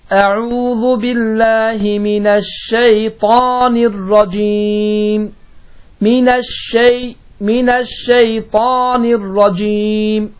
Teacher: şin hərfi Azərbaycan dilində olan ş səsinin bir az qalın formasıdır